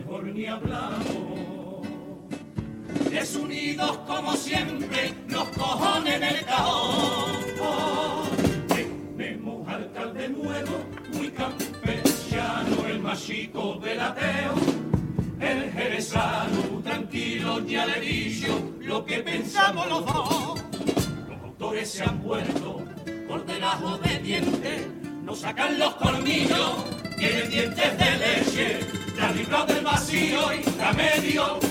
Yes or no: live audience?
yes